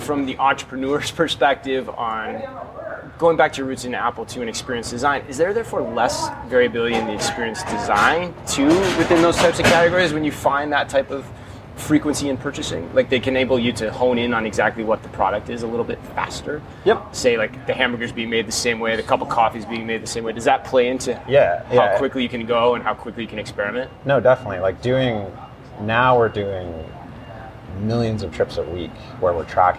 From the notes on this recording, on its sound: live from Groceryshop